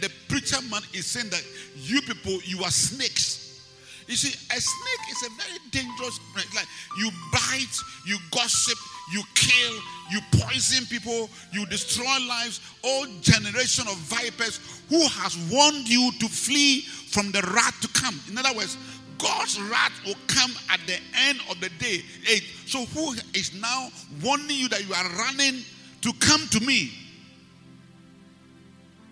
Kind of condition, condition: setting, large echoing room